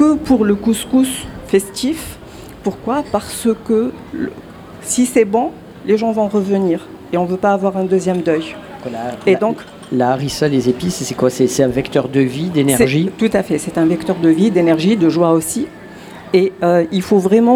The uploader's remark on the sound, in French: Radio Grenouille au Festival Kouss Kouss 2022 - Bistro du Petit Saint-Louis. Installe son plateau radio à la Brasserie du Petit Saint-Louis à Marseille, au cœur même du quartier Noailles.